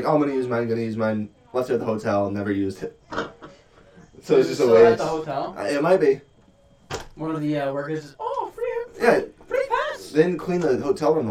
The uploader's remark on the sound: apologize for the audio we decided to use a new software and it seems it needs a bit of getting used to.